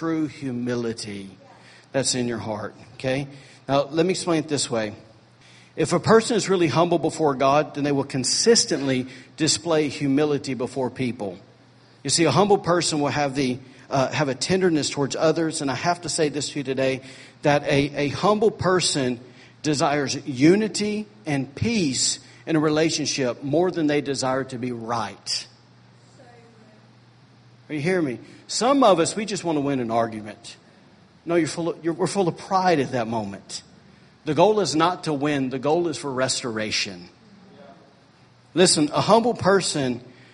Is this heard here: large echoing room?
yes